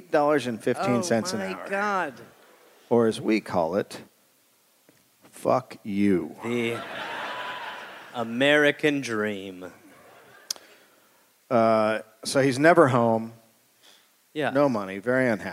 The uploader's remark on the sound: Recorded live in Durham, NC.